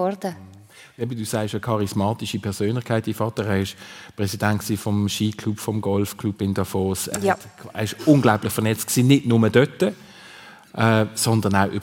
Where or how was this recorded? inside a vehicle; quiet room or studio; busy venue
busy venue